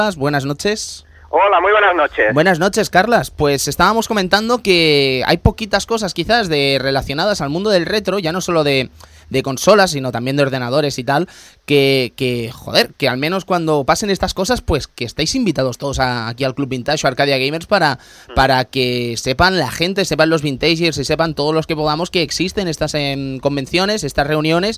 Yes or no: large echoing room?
no